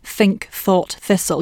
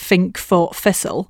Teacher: the tongue is slightly in a slightly tenser, further back position and won't easily come forward · Shown in: second take · Term: TH fronting